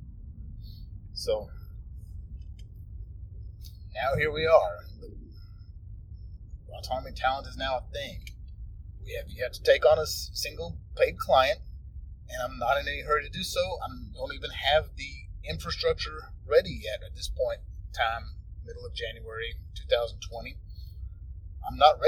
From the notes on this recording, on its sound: it was, in fact, recorded in the car